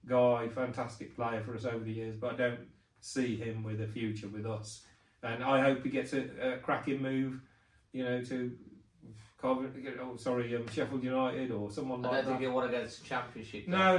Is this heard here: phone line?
no